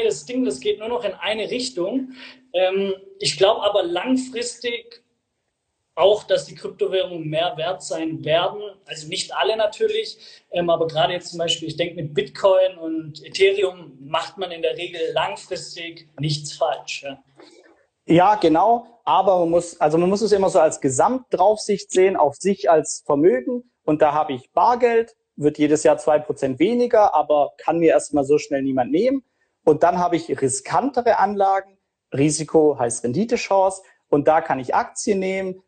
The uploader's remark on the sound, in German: Er hat das Live-Event für und mit vielen Freunden und Bekannten organisiert.